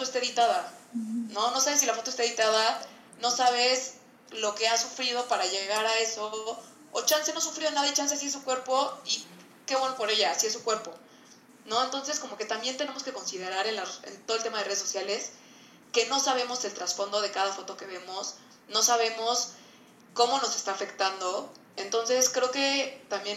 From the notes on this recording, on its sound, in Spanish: Este episodio tiene una calidad de audio menor a lo que nos hubiera gustado